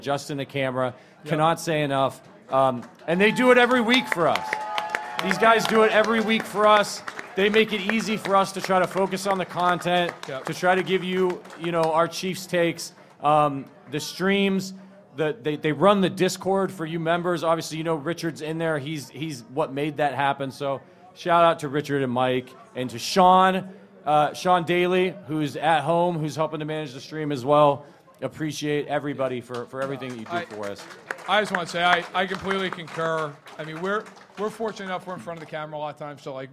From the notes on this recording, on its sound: LIVE from Kansas City. LIVE from Tanner's on Rainbow Blvd.